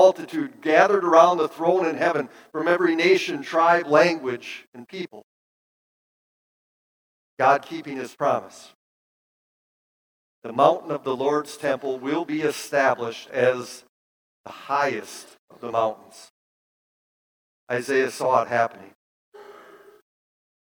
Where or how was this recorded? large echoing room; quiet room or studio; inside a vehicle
large echoing room